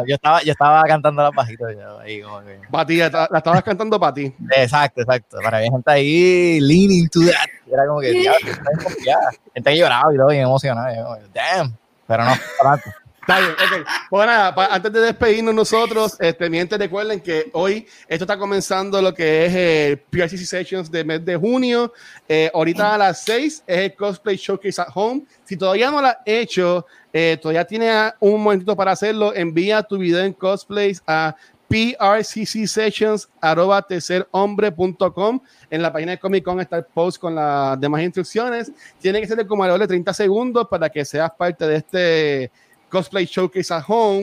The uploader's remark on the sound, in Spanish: Grabación de nuestro panel en el PRCC Sessions del mes de junio